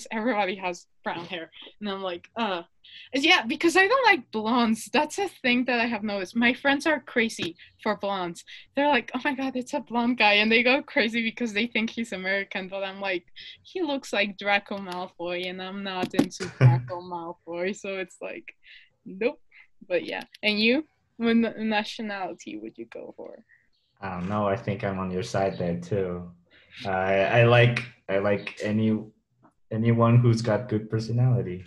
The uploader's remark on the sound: Sorry the audio is a bit laggy, we had to do it over zoom because of quarantine.